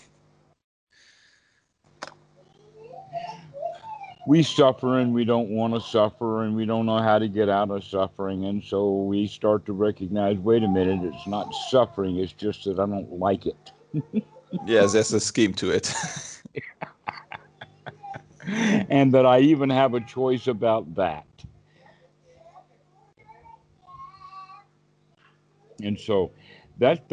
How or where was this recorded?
video call